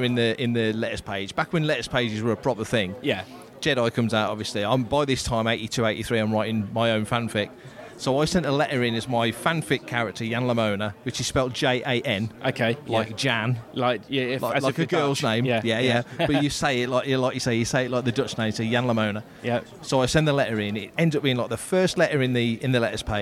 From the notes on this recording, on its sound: It's a LIVE one. Walk the halls of Star Wars Fan Fun Day 2023 at Ewood Park in Blackburn, taking in the sights and sounds.